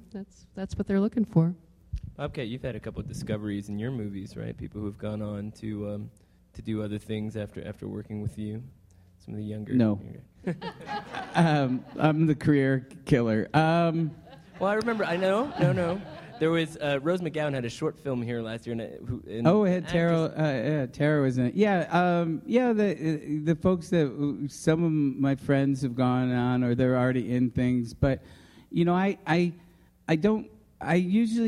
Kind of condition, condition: setting, live audience